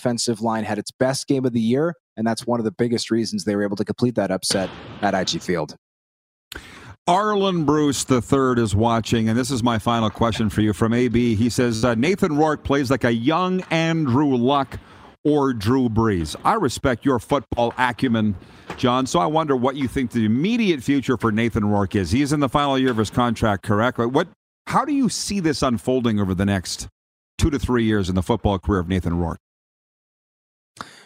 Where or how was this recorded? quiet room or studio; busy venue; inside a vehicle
busy venue